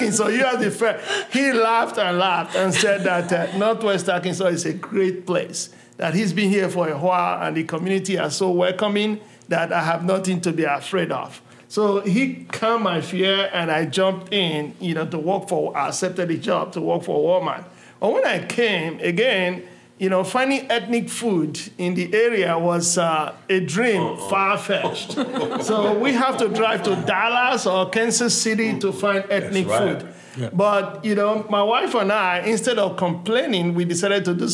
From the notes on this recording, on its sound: Gathered a panel of Black business owners from across northwest Arkansas to discuss their experiences. In an excerpt from the live recording, we hear what inspired them to start their own business.